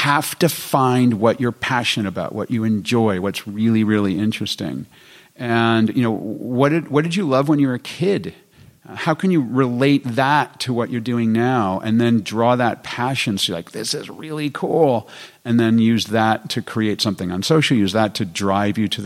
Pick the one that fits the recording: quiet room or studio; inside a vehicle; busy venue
busy venue